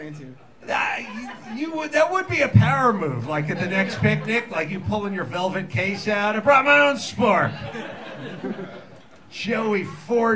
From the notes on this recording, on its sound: Live from Chilkoot Charlie's in Anchorage, Alaska. Invites a couple of Anchorage locals to join him on stage to play The Rotten Tomatoes Game.